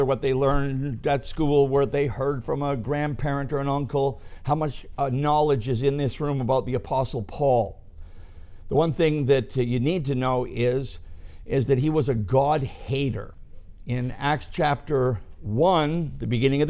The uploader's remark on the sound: This message was preached at our ministry center, Rock Bottom